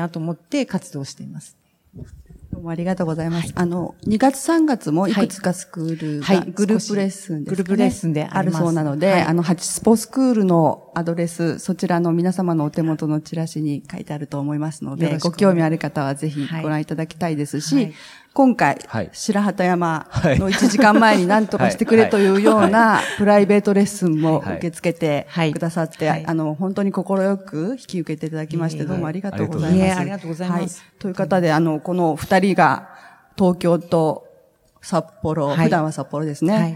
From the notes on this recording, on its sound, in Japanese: 北海道「丘のまち びえい宮様国際スキーマラソン」大会終了後公開収録にて対談をさせていただきました。